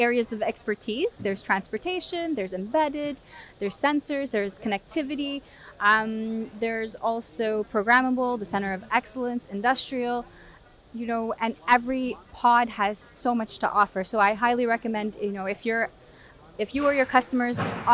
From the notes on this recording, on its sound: Future Electronics at Embedded World. Who is on location at the conference.